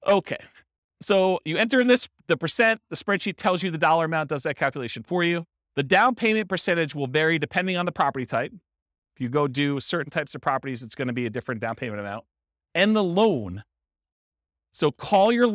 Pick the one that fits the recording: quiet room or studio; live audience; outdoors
live audience